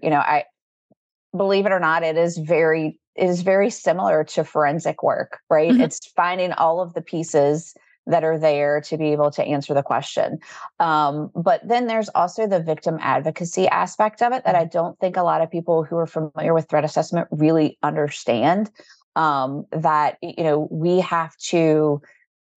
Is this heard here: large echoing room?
no